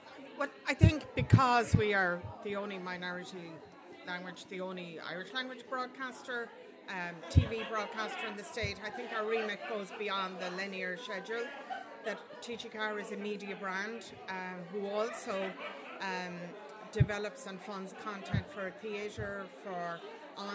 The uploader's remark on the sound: WFT and TG4 New Partnership Launch at the Galway Film Fleadh. This live event, which took place in the Pálás cinema.